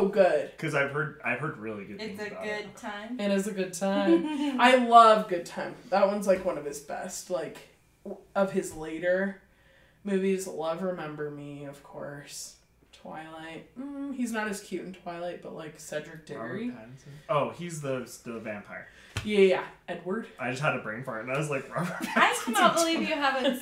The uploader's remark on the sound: SNEAK PEEK Episodes are episodes we made in trying to determine how the pod would work, as such there are some less than desirable audio and video issues as well as general awkwardness.